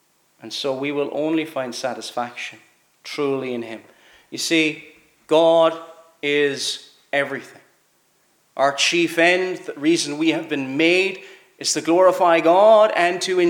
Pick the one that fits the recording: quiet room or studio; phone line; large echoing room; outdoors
large echoing room